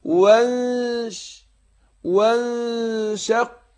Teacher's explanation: واهية وانش يبقى عندنا نون ساكنة وبعدها الشين يبقى أخفناها إيه أخفنا النون الساكنة في الشين فمع الغنى طبعا حركتين أقول وانش وانشقت السماء فهي خدت بالك